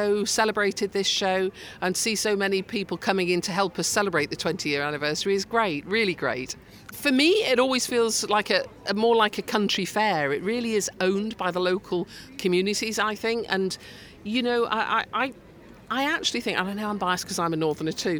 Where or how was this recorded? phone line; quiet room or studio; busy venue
busy venue